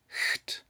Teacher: pronounced with one of those velar fricatives that English speakers can't cope with, cht. So the English deleted it altogether in pronunciation, but not in spelling.